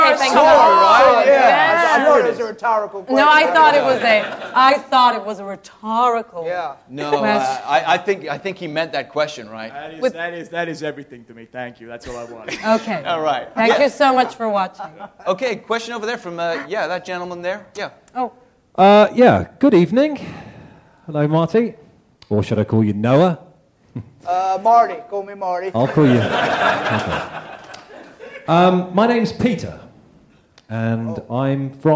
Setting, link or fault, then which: setting, live audience